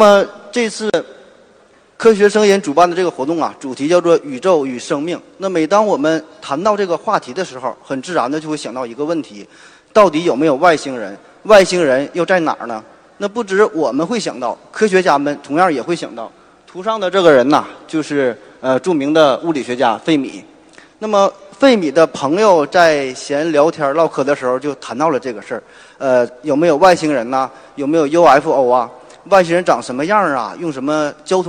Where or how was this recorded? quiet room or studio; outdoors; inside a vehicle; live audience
live audience